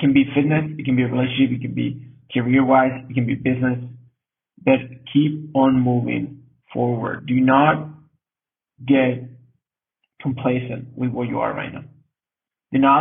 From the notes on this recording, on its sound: Sorry for the quality of the sound, we had some technical problems.